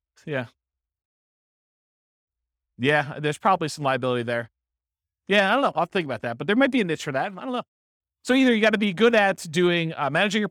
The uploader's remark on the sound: This was a live class recorded